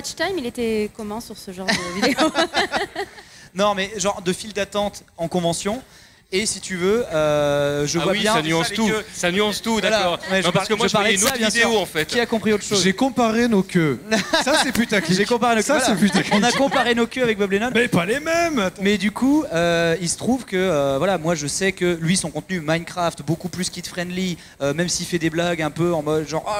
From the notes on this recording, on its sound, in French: Enregistrement en public de la conférence sur les Youtubers pendant Play Paris By Pax le 21 avril 2018.